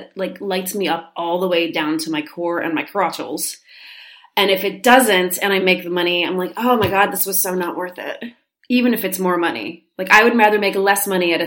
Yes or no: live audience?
no